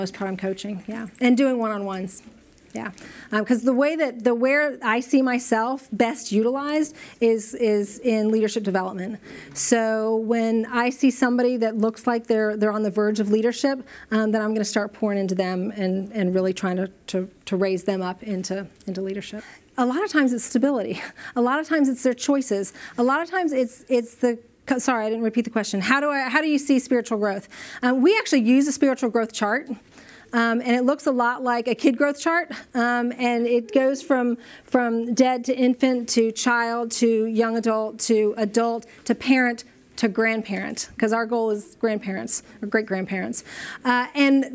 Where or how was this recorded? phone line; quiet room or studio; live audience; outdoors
live audience